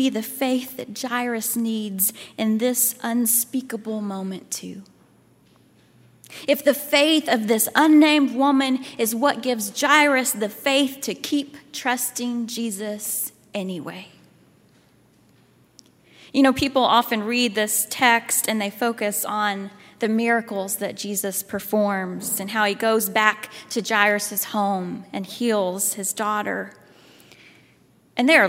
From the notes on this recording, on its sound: at Highland Baptist Church, Louisville, Kentucky